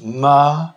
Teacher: Four equally stressed syllables.